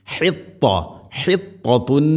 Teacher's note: ത ഉച്ചരിക്കുമ്പോൾ നാവിൻ്റെ മധ്യഭാഗം അണ്ണാക്കിലേക്ക് ചേർന്ന് നിൽക്കണം · Term: ഇത്തുബാക്ക്